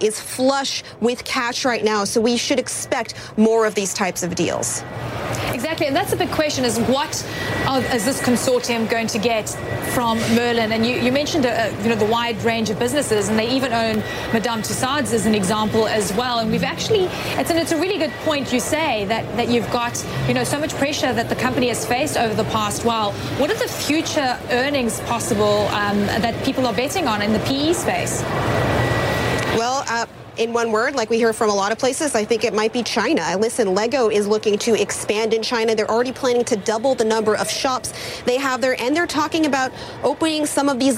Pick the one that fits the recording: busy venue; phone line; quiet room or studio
busy venue